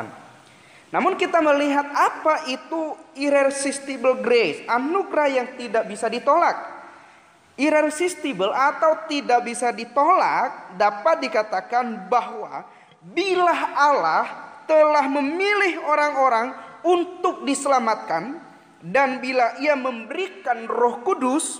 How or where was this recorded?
large echoing room